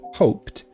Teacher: Se você olhar no alfabeto fonético também, você vai ter aqui no final, quando conjugado no passado, o desenho de um T. Ou seja, o som desse D na escrita se torna som de T na fala